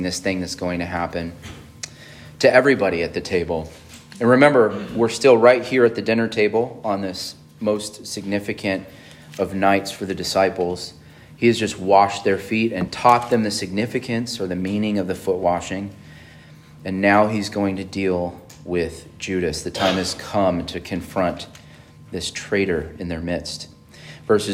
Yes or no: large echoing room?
yes